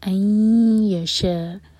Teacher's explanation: شَاء light ہے اور چار حرف کا لمبا مد متصل. اَن يَشَاءَ اللَّهُ، حمزہ لائٹ، لام جلالہ ہیوی، اور آخر میں جب ہا پر رکیں تو ہا کی آواز کلیئر آئے.